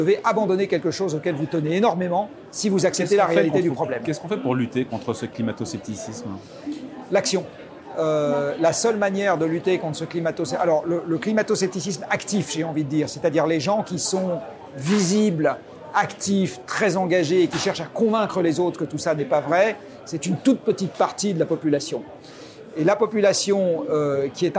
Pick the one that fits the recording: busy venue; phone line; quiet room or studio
busy venue